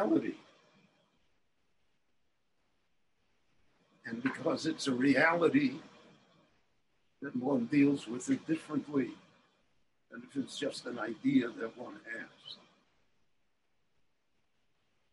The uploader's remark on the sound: The following lecture was delivered LIVE in Jerusalem via Zoom on January 28, 2021.